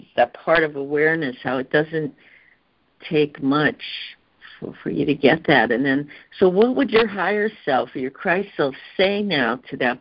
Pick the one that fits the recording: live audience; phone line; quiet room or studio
phone line